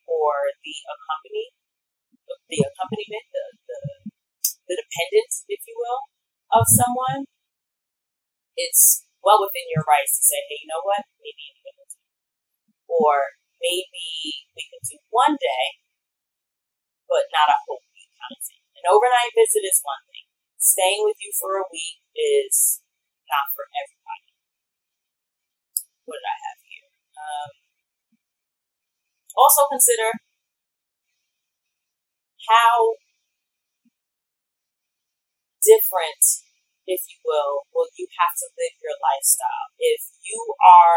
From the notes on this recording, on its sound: Heads up, there was an error in my recording! The audio quality isn’t the greatest, but you can still hear it all.